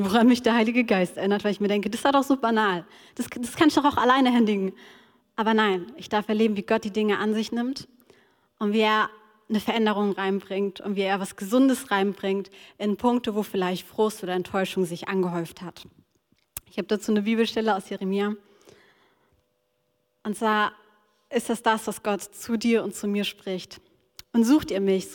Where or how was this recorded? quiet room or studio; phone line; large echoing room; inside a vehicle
large echoing room